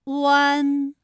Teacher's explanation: 双唇同时有一个从合变开再变略展的动作，发出前鼻尾复合音，读作弯，发音与丸字的一声调的读音是有点相似的。哎，一声调是安，那么我们这个复韵母呢是乌安。哎，我拆开了，大家能够感受到它的变化。需要注意的是呢，与声母相拼时需要根据具体的声母来进行发音。比如说和一相拼的时候呢，成为整体认读音节圆；与鸡七西相拼的时候呢，中间的单韵母乌要读成吁。好，这是我们跟大家重复到的一些知识点。好了，我们继续来中游中国了。为了更加清晰地了解韩愈的这一段特殊的生活经历，同学仔跟随着佟达清老师来到了位于敬亭山下韩愈曾经居住过的江南宅院。这就是昌黎别业，是韩愈当年生活的地方。老师，我们都知道韩愈的祖籍在河南，那他为什么在安徽宣城会有一个别业呢？韩愈呢，他出生在河南，但是呢，他的父母早亡，他后来跟随呢他的哥哥在广东，他哥哥去世以后，又回到了呢洛阳，然后随着他的长嫂郑氏一起到了宣城。这个别业是安史之乱的